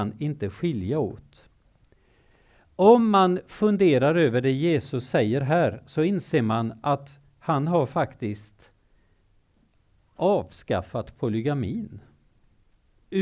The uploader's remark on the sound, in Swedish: Föreläsningen är en inspelning från bibelkonferensen 2019.